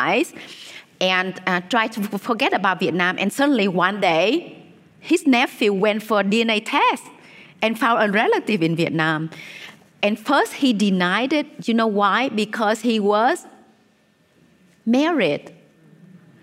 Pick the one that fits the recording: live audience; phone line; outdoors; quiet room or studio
live audience